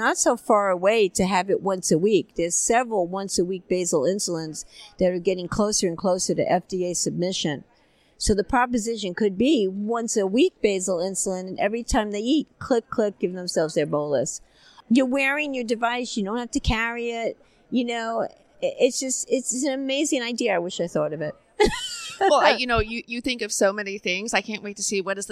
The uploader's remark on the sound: ADCES22 Live. From the Exhibit Hall.